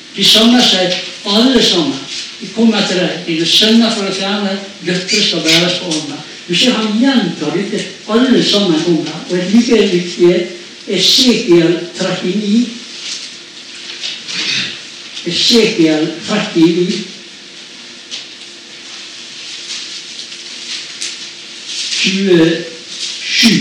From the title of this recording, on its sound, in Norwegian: Beklager dårlig lyd